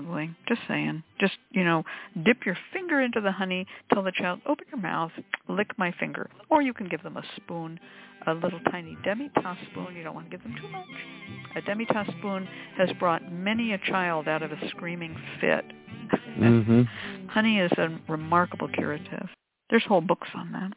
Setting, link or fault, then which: link, phone line